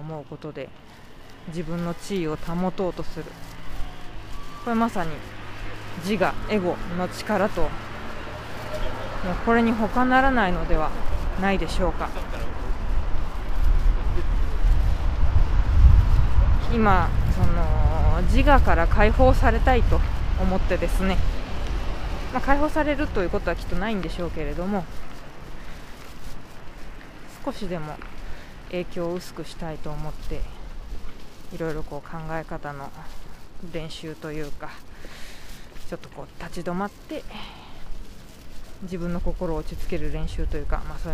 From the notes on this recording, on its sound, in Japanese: 帰り道に収録しました。